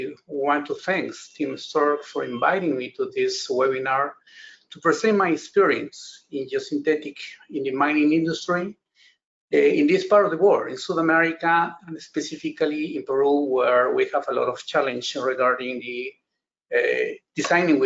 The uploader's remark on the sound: This is an audio version of the FGI webinar.